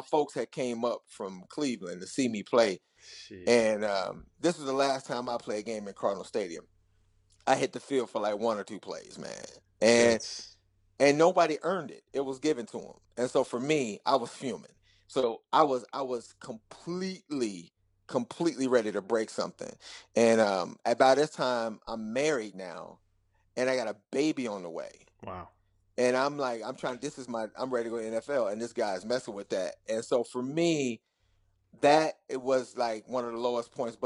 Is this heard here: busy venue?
no